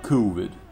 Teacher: по-английски это будет uh, а, COVID с дифтонгом и ударением на первый слог